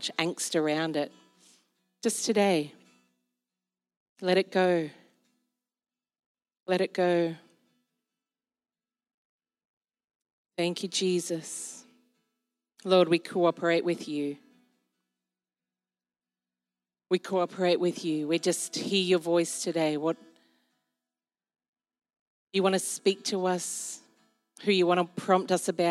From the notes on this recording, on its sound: This was recorded in our Melbourne East service on Sunday, the 4th of December 2022